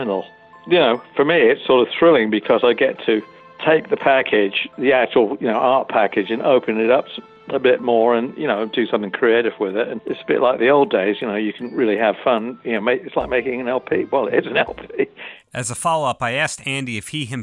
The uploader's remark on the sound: speaking with the guitar great by phone